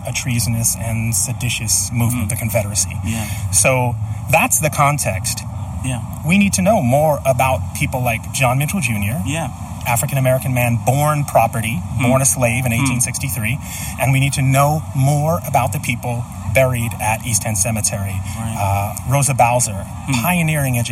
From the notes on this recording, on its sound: This also includes live coverage of an act of protest against a confederate monument.